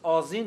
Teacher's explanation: یعنی در عین حفظ زال در خط، در تلفظ، تلفظ ز باقی مونده، یعنی و و زال معجمه و به ز، به اصطلاح زبانشناسان اون تلفظ میان دندانی به یک تلفظ نوک زبانی سایشی بدل شده. مثلا کلمه آذین امروز آذین تلفظ میشه ولی با زال نوشته میشه نه با ز.